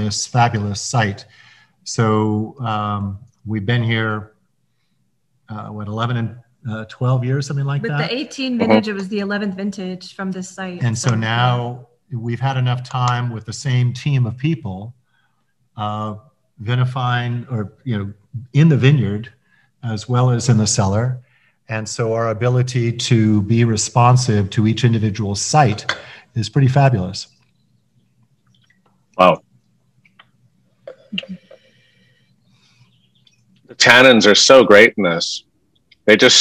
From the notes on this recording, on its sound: Watch their Zoom session